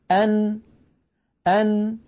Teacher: كيف خرجت هذه النون الساكنة؟ خرجت بقرع طرف اللسان لما يحاذيه من غار الحنك الأعلى. إذن نخلص إلى نتيجة: الحرف الساكن يخرج بالتصادم بين طرفي عضو النطق.